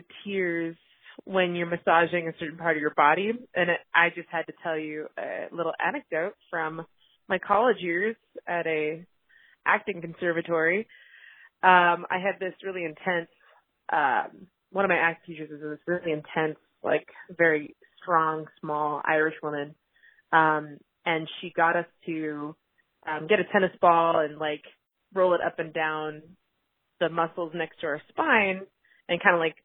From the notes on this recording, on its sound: We also have a phone call AND an email.